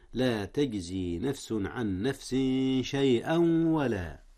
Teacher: إدغام بغنة، حيث أدغم التنوين في الواو، والواو من أحرف الغنة